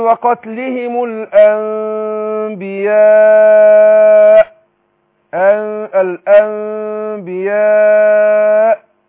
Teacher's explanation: أنا لازم أضغط على المخرج الهمزة في الآخر